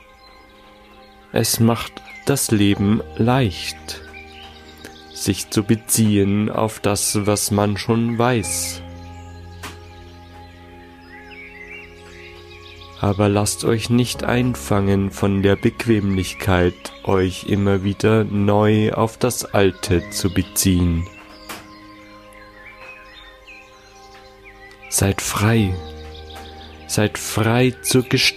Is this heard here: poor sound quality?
no